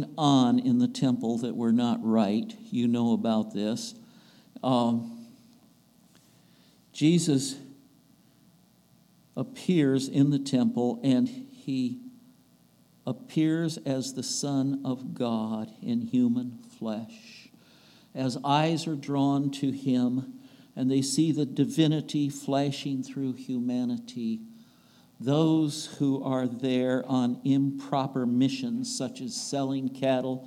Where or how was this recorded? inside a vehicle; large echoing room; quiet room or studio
large echoing room